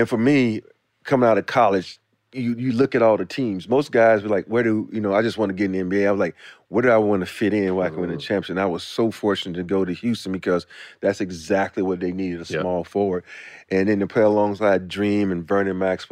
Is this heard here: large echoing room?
no